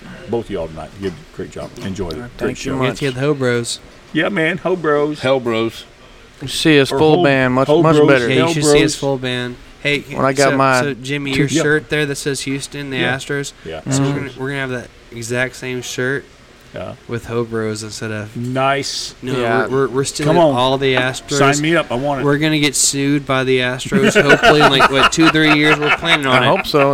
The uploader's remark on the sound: Recorded at The Pacific Yard House in Downtown Conroe! Recorded at The Pacific Yard House in Downtown Conroe!